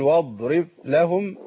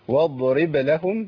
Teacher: انا لو ما قلقتش الباء يبقى كانها ما طلعتش · Shown in: second take · اقول واضرب لهم كان ما جاتش الباء. · Term: قلقله الباء